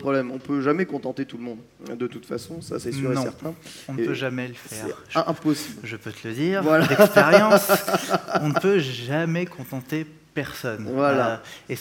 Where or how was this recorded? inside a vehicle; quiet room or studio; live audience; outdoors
live audience